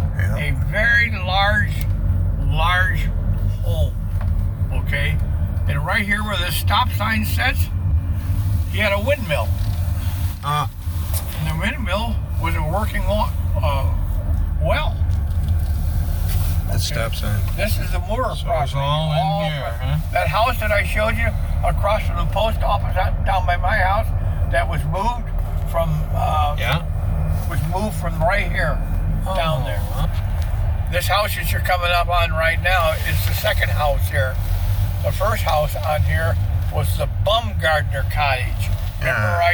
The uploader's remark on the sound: Catawba Island Driving Tour